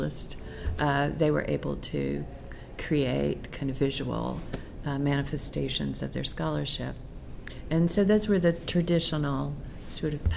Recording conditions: busy venue